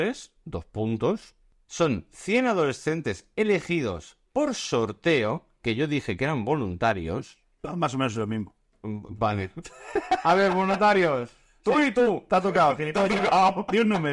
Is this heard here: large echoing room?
no